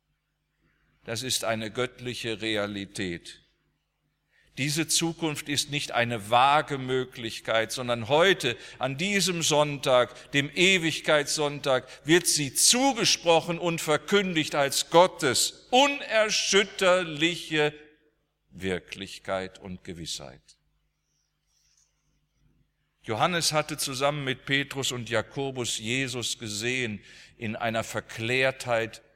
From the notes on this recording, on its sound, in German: aus dem Gottesdienst der Liebenzeller Mission